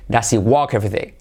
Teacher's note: pronunciado deprisa, comemos la H